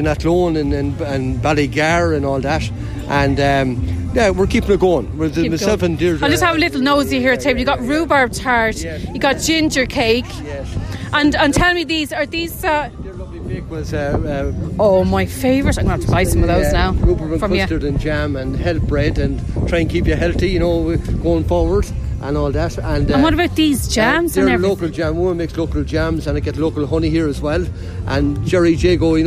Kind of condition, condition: setting, outdoors